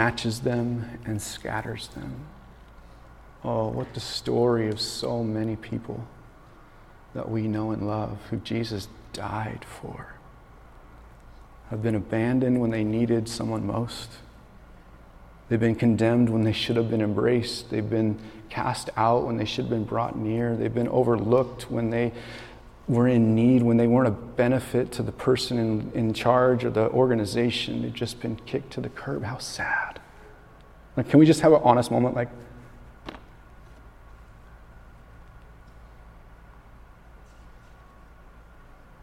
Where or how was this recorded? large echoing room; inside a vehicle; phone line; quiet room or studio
large echoing room